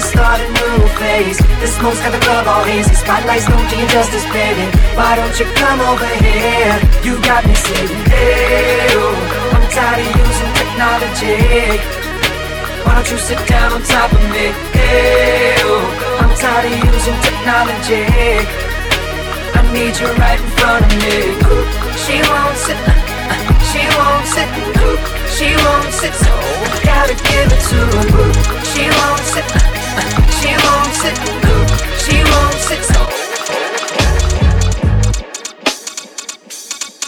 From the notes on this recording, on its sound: 'Eastside Night' recorded at Candy Shop, Paris 23-03-17.